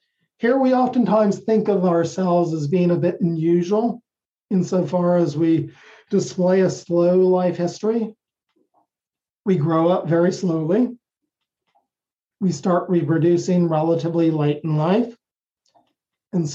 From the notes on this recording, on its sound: The lectures are conducted via Zoom within our CICASP Seminar in Science Communication for graduate students of our program at Kyoto University.